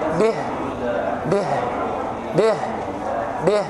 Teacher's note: قوله تعالى به، أنت وقفت على الهاء في هذا اليوم أكثر من مرة. به بيان الهاء عند الوقف عليها لأنها حرف ضعيف فلابد أن تظهره وأن تبينه